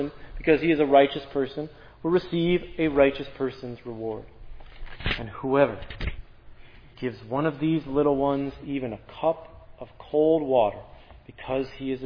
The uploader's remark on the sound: This sermon on Luke 12:13-21 was preached at Providence Church.